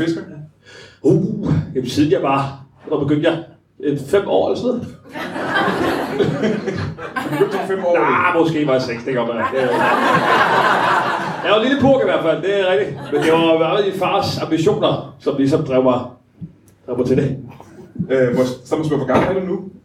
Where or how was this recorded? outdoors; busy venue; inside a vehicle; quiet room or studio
busy venue